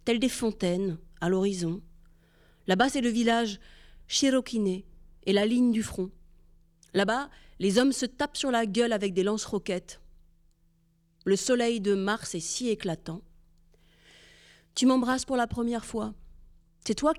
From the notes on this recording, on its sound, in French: Enregistrement : Théâtre du Soleil, le 11 février 2024